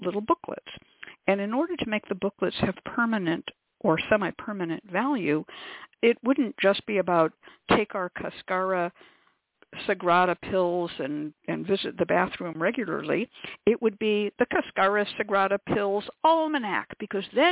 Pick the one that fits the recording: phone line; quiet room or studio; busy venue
phone line